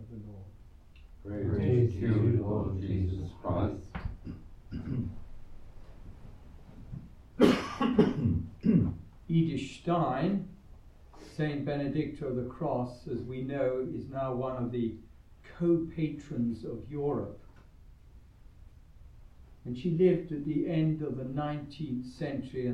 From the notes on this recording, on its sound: The Community of St Gregory the Great sing the Gregorian Chant Mass for the Feast of St Teresa Benedicta of the Cross. Recorded live at Southgate House.